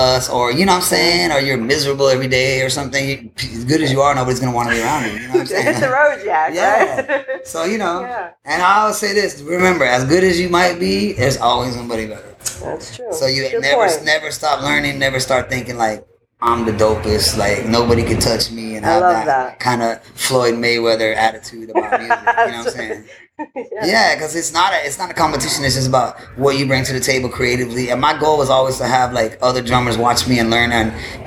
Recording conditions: background noise